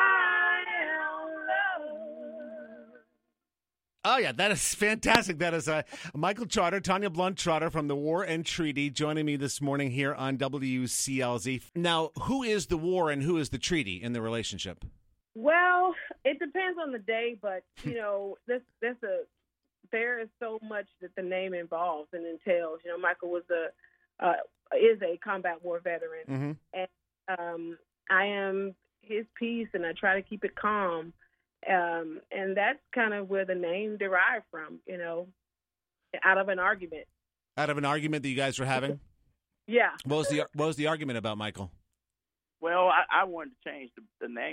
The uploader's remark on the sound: Gets on the phone.